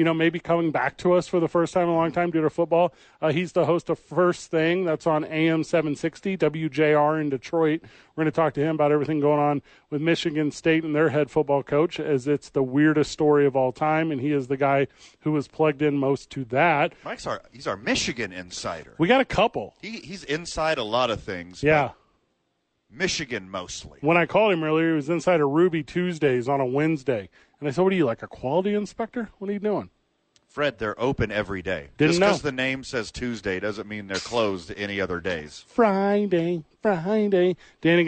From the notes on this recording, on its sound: live from the YMCA